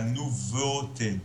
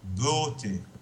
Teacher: So the E in those words actually functions as a glide.